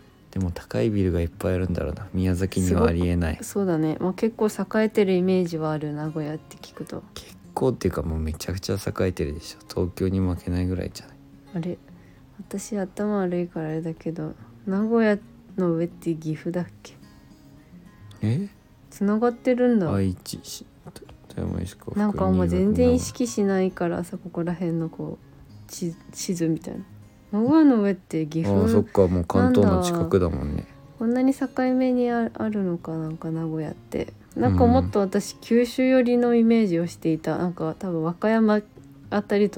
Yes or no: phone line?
no